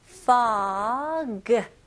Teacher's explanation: 이거는 발음을 F 발음으로 하셔야죠. 그래서 fog라고 하시면 안 되고 입술이 붙으면 안 돼요. fog. 그리고 G 발음을 명확히 잘 해주셔야 되고요.